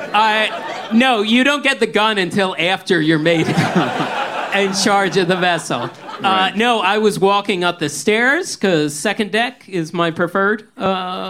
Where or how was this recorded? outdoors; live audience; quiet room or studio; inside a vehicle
live audience